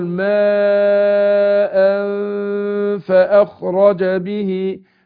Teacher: نون التنوين دي جه بعدها الفاء فاخفي النون عند الفاء مع الغنه حركتين